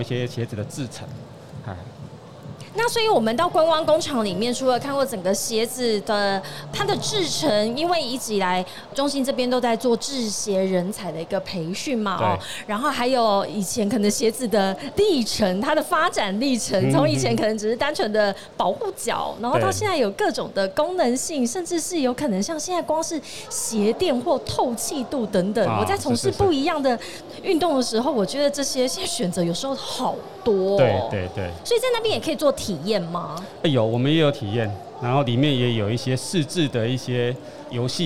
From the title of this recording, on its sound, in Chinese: 2022 Medical Taiwan台灣國際醫療暨健康照護展 -Live Podcast